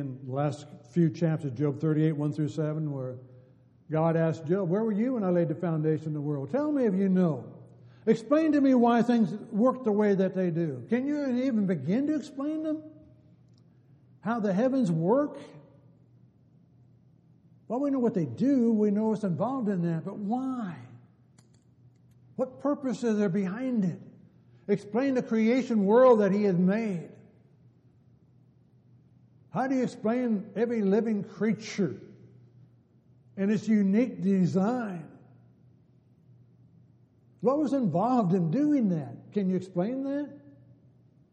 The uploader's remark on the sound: Downtown Church Of Christ Audio Sermon